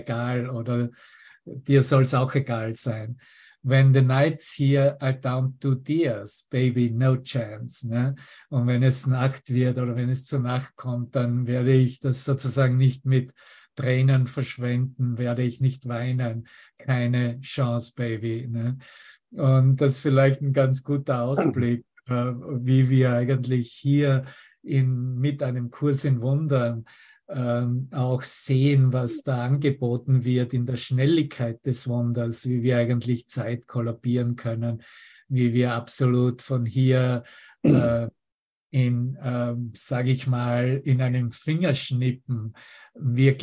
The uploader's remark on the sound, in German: Zoom-Session. Veranstaltet von der Aleph Akademie.